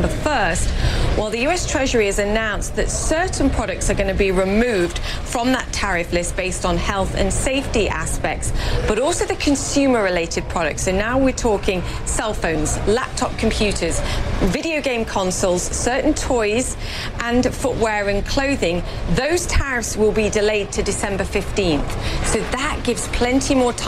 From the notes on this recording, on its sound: live from the New York Stock Exchange